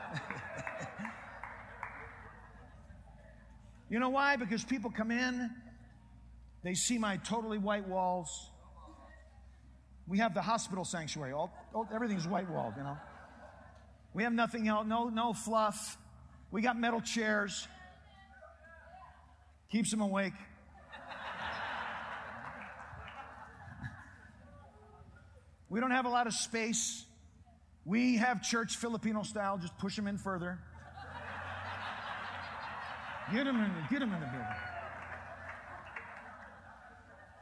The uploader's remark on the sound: Preached in Prescott Conference Jan.2009.